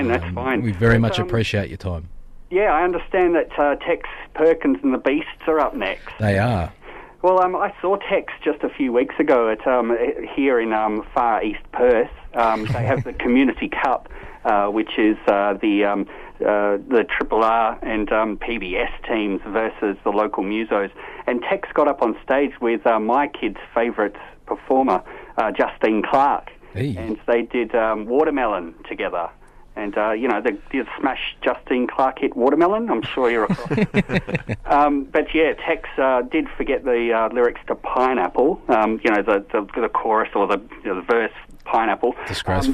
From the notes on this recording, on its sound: MELBOURNE. I just called in and went to air to lend my support.